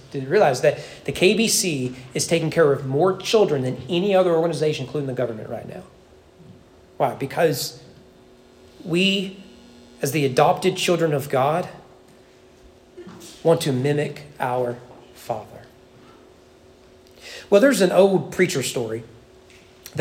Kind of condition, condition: setting, large echoing room